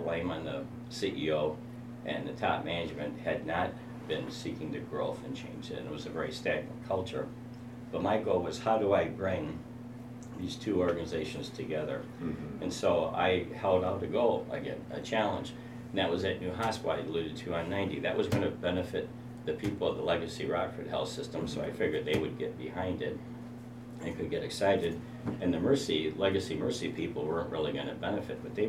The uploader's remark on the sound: Each interview was conducted as part of the MGMA Live experience onsite at MGMA19 | The Annual Conference in New Orleans.